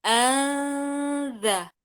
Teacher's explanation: عندي النون نفسها غير ظاهرة وبقي صوت الغنة، ثم أكون بالقرب من مخرج الحرف المخفى عنده · Term: صوت الإخفاء